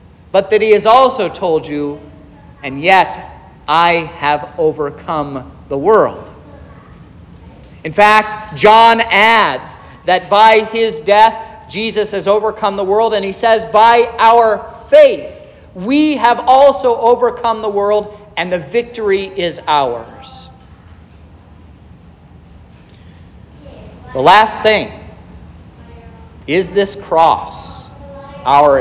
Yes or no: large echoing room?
yes